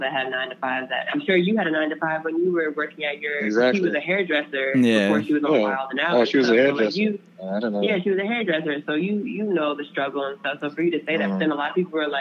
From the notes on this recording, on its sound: on the phone line